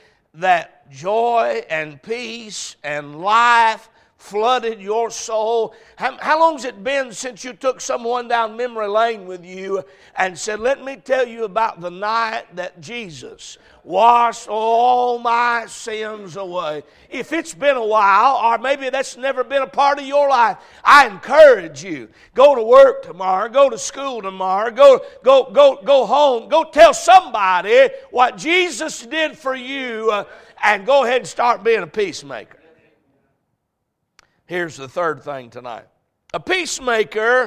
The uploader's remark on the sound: A message preached at Crossroads Baptist Church